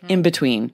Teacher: if we say in between, we change that n. We don't say in between. It becomes an m. It's like in between because it's faster for us to have the M sound before the B. · Term: assimilation